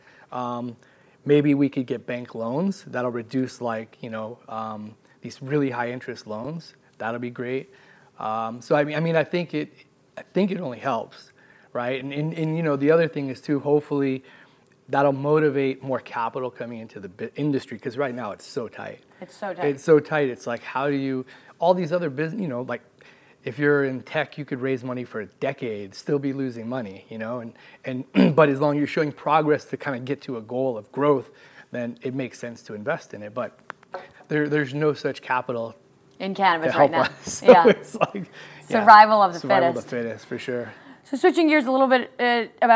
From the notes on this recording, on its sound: Live from MJBizCon 2023 in Las Vegas